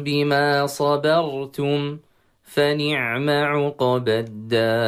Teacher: الباء المرققة وقعت بين الصاد وبين الراء، والصاد والراء من حروف التفخيم، الراء مفخمة في هذه الحالة والصاد دائما مفخمة، ووقع بينهما حرف مسكين ضعيف، فعلى القارئ أن يعني يراعي ذلك الترقيق في الباء.